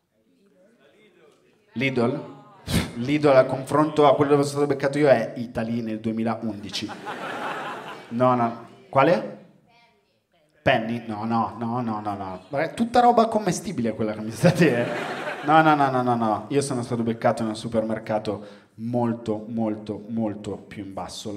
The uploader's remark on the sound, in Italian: Registrato a Firenze al Teatro Puccini.